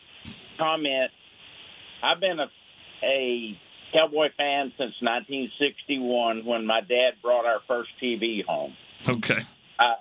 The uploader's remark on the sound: The fans called in with a mix of excitement, nerves and anxiousness.